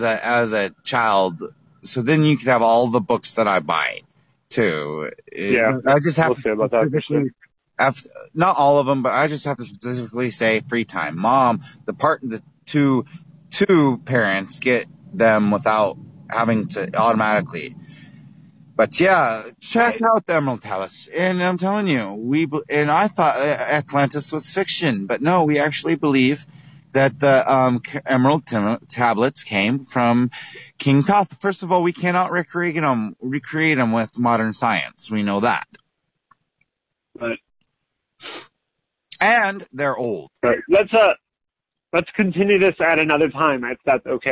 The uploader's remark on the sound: Phone Call